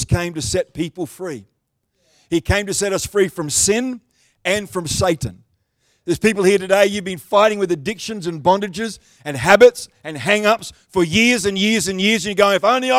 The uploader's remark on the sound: The live stream of Destiny Church Atherton.